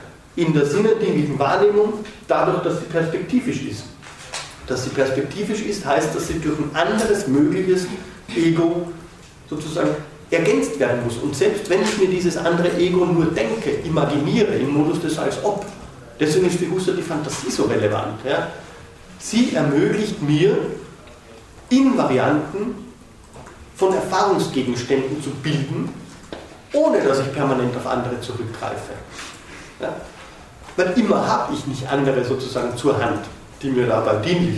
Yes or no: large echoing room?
yes